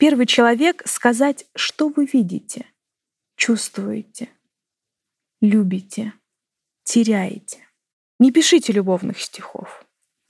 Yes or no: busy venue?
no